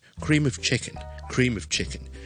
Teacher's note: 通常咧就会连埋啦，同埋好弱嘅 vowel 读成 cream ofchicken